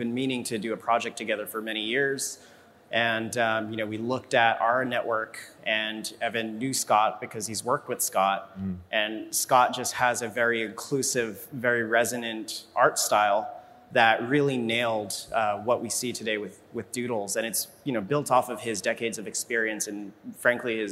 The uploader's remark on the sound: a live fireside chat at Emerge Americas during Miami Tech Week